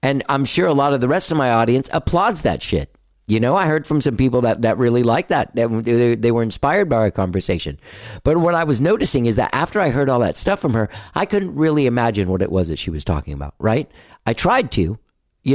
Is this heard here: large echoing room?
no